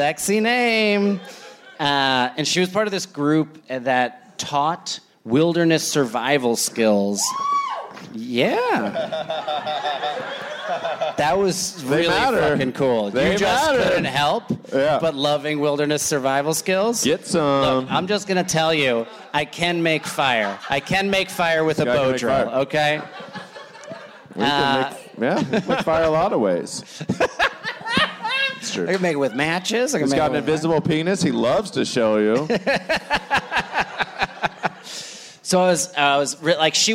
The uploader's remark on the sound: Bananas Live in Fort Wayne! It's Bananas live in Fort Wayne, Indiana!